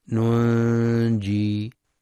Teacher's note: إخفاء حقيقي بغنة مرققة